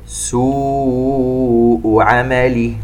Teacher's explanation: مد متصل في كلمة سوء، يمد بمقدار 4 حركات